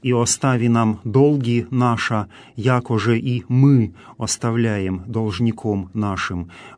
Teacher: Вот здесь на слове «мы» логическое ударение